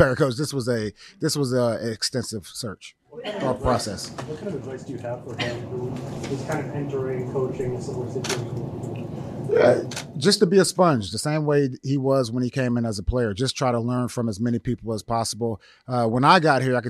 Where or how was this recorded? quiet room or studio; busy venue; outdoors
busy venue